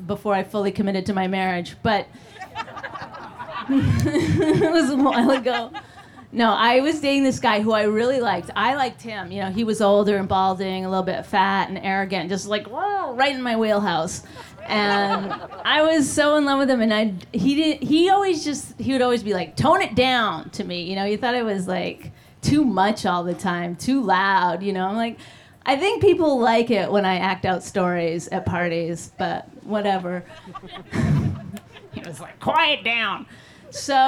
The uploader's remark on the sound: Supreme Robot Pictures partnered with The Creek and The Cave to put on this live socially-distant event.